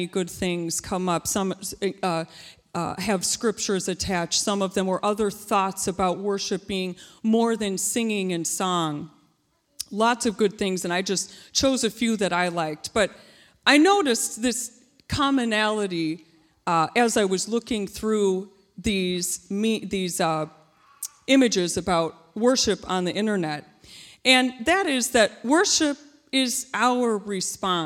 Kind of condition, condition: setting, large echoing room